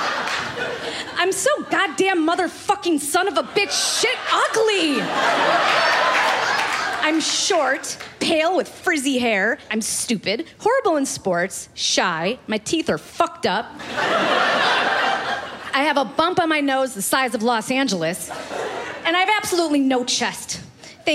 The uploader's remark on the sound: Live On Stage